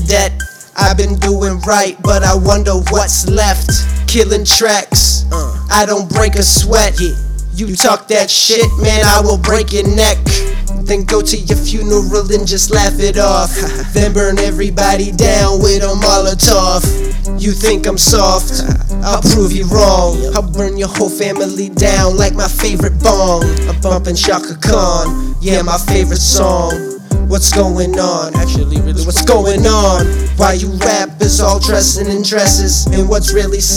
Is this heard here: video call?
no